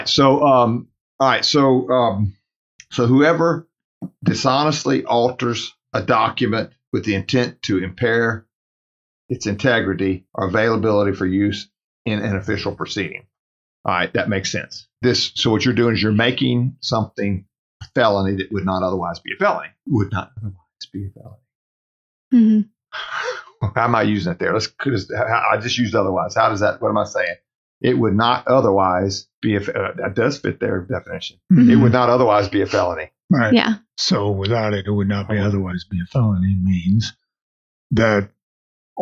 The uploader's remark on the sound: This is a version that I worked hard to fix the audio so I apologize for the first one I think this one is better.